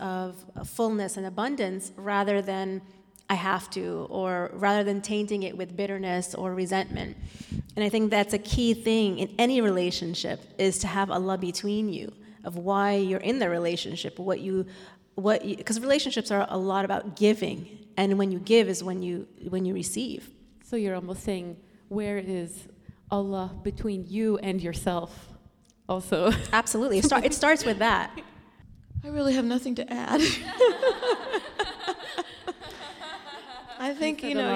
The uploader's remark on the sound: Answer questions from the congregation.